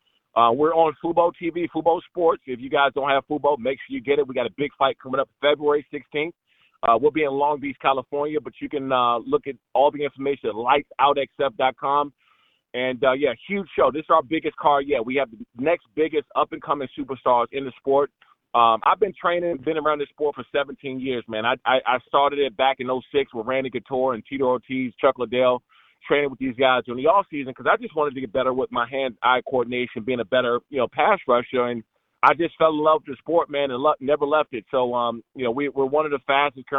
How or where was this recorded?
phone line